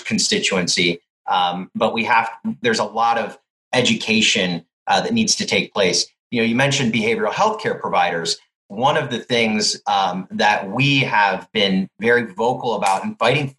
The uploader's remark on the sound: meeting online for last week’s live webinar